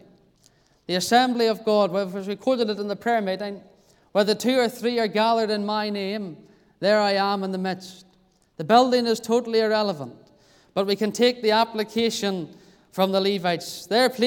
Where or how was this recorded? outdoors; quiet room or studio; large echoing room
large echoing room